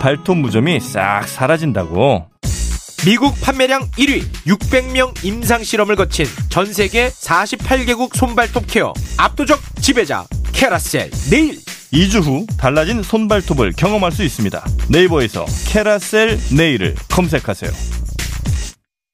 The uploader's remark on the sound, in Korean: 전화연결